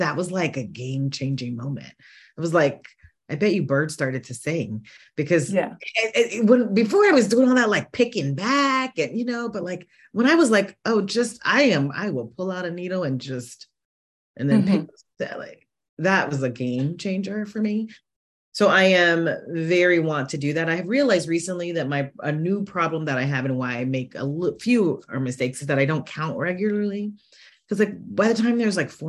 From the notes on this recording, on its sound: This interview was one of several online sessions recorded during the Knitathon